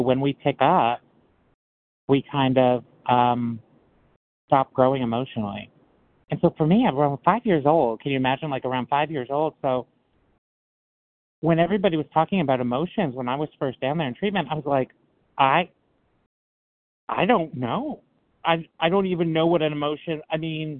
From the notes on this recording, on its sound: qualification from the 100 Pounders Phone Meeting